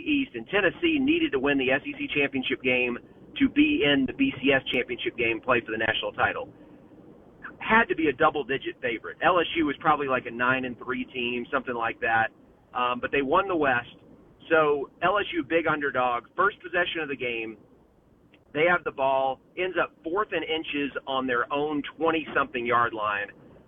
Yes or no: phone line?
yes